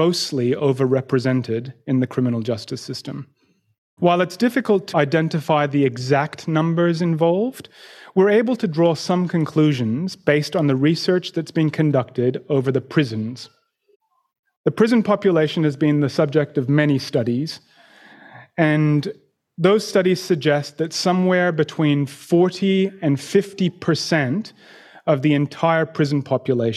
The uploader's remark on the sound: In this live forum presentation